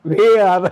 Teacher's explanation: अब हिंदी वाला बोलेगा सीधा सीधा वेयर और आर में आर बोलेगा ही नहीं, यू वे यू आ, बस आ कह दिया तो रात तो कहीं गायब हो गया।